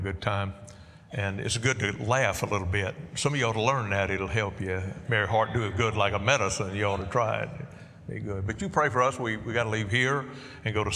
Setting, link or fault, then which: setting, large echoing room